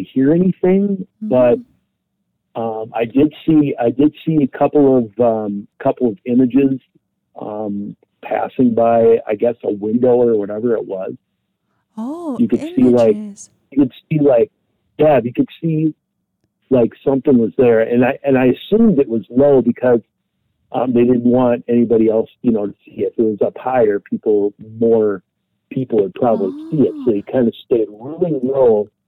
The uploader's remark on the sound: Open Caller Night